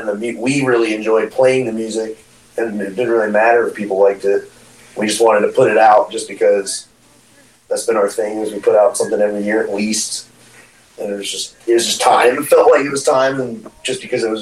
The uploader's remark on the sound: Sorry for the audio issues!